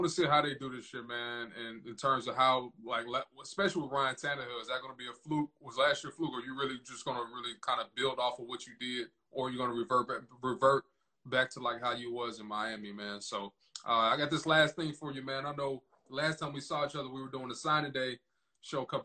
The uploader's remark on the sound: My apologies for any audio issues you throughout this episode.